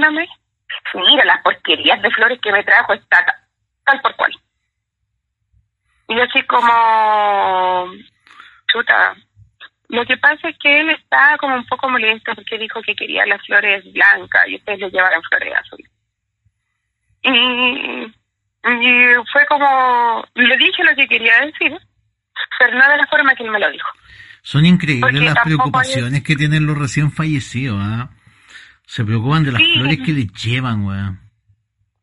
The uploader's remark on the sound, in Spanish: Como siempre con llamadas en vivo.